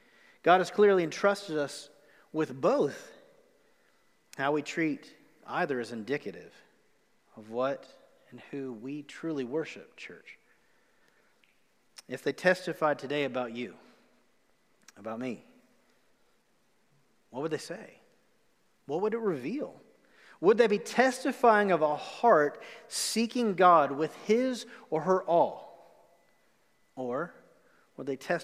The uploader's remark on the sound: Recorded live on October 11, 2020 at The Fellowship in Nashville.